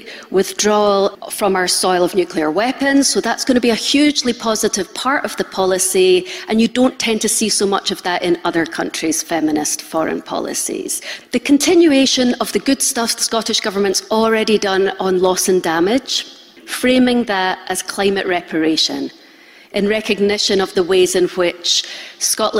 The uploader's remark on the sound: Highlights from the Festival For Survival